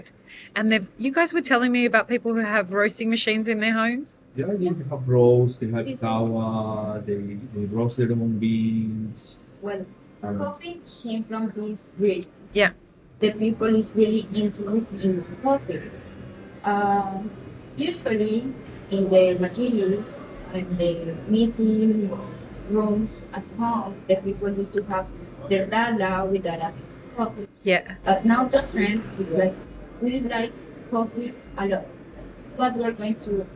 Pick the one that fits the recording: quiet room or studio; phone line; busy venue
busy venue